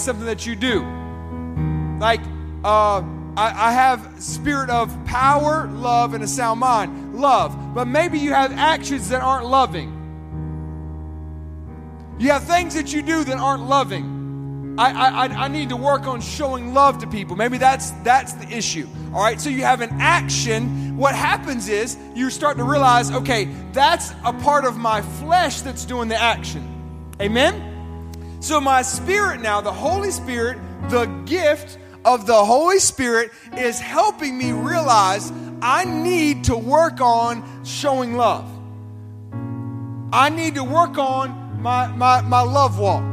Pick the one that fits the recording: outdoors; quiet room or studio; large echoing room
large echoing room